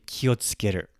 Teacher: If you notice, I said ki was sounded higher in pitch.